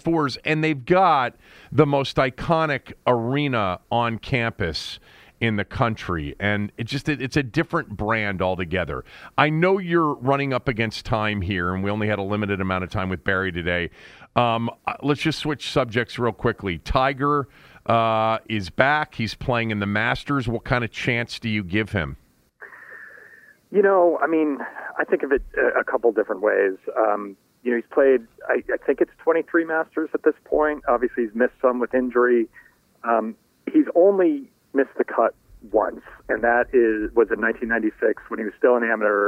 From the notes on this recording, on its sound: called in from Augusta